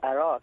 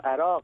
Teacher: So, what happened is the Arabs don't have the sound G. · Shown in: second take · So, the Arabized version became Araq, which they changed the G to G, which became Araq.